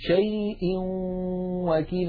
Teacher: ننتقل من همزة شيء إلى واو وكيل مع بقاء الغنة